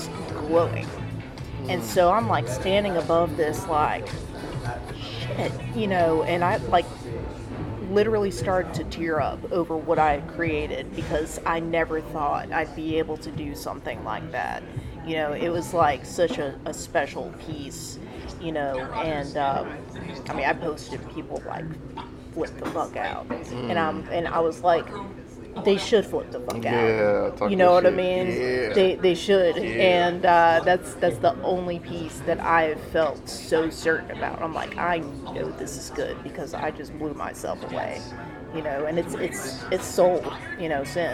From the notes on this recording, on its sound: On location at a restaurant!